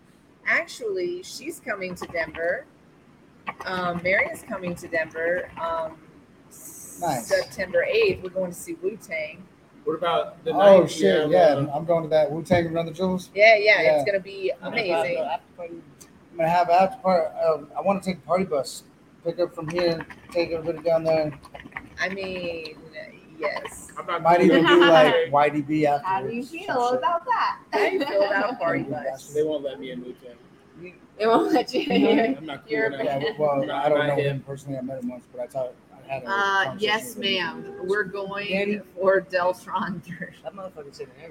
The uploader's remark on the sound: Live from Shisha Leafa